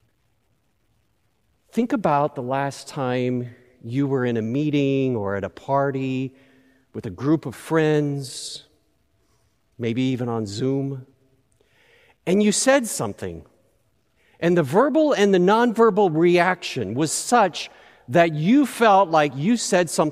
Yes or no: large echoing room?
yes